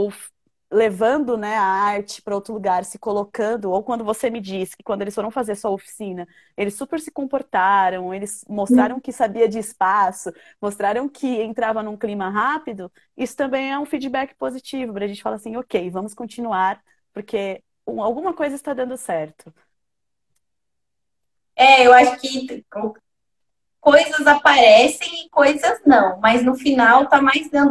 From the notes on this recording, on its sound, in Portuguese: Live ocorrida no Instagram